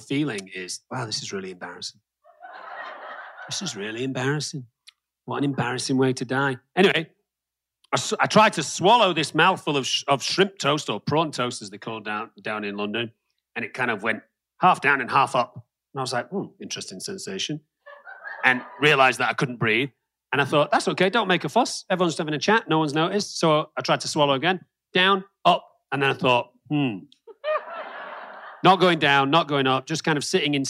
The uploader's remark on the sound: LIVE at FanExpo Denver!